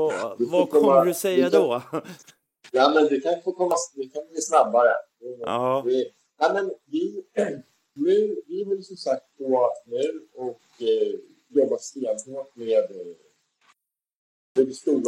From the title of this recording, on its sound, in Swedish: Med bruset som sällskap